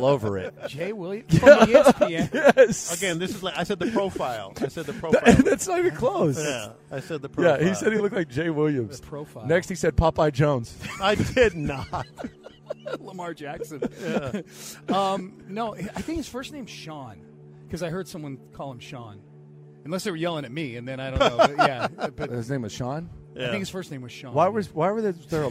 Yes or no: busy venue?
yes